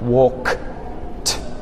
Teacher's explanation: If it's not vibrating, you say t, like walk t